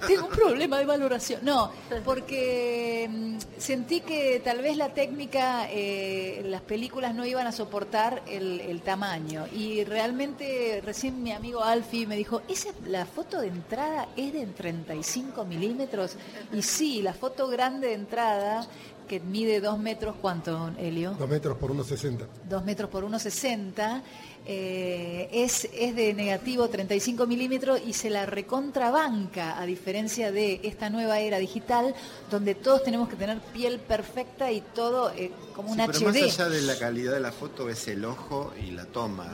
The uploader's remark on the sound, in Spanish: Transmisión especial en vivo de Nacional Rock desde el Palais de Glace en Buenos Aires.